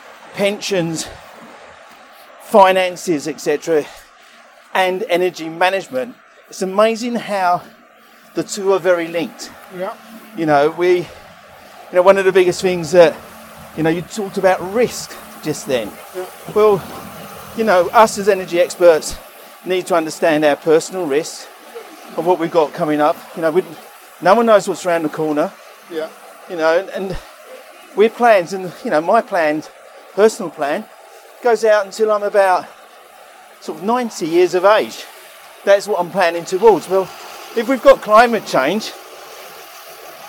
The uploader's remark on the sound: Walk and Talk